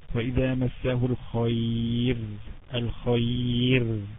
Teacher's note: في حالة الوقف ترقق، ليه ترقق؟ لأن هيبقى إيه؟ ساكنة وقبليها إيه؟ ياء لين. يبقى في حالة الوصل وإذا مسه الخير منوع، الخير منوع مفخمة. · Term: مرققة وقفا